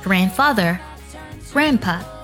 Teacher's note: 我们当中的那个的的音呢，都会呢，稍微做一个不完全爆破，不要把“的”完全读出来